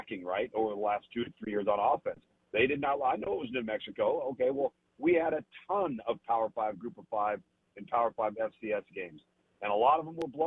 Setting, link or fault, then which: link, phone line